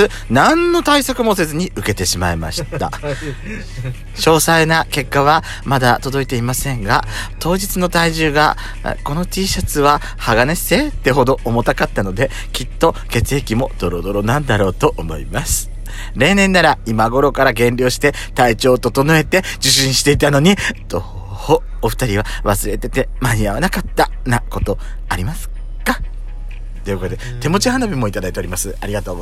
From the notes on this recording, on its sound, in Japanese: パーキング収録